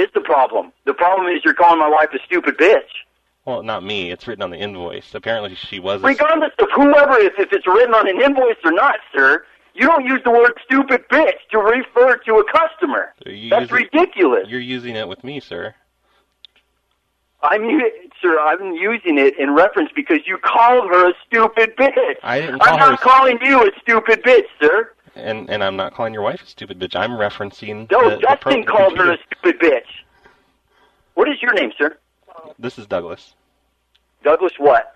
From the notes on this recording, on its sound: Prank Phone Calls